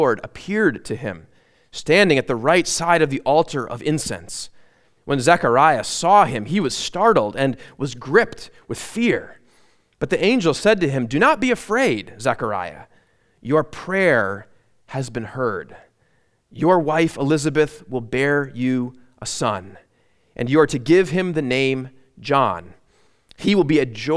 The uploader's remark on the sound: at Immanuel Lutheran Church in Pasadena, CA